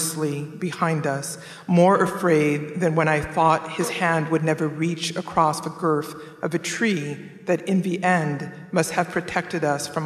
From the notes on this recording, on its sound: We feature a conversation from the 2021 Portland Book Festival. This live event was moderated onstage.